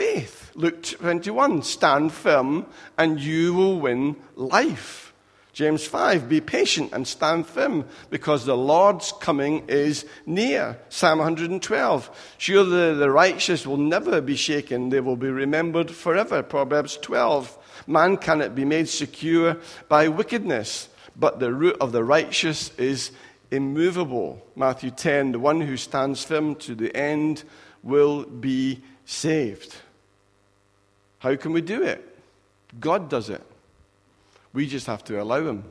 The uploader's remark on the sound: Recorded at freedomcentre church, Preston on Sunday 23rd October 2016